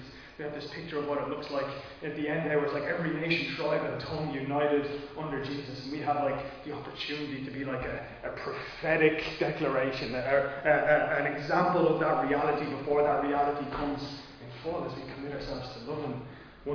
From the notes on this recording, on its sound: Recorded live in Liberty Church on 5 December 2021